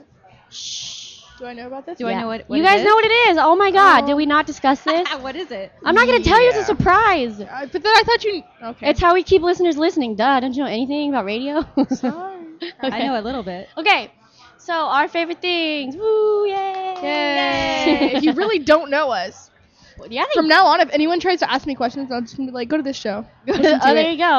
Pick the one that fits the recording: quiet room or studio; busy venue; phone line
busy venue